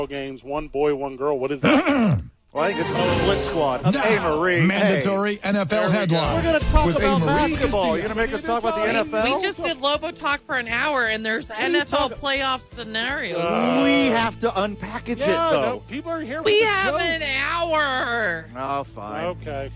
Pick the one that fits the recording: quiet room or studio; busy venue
busy venue